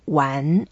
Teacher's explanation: wan, the second tone, we go up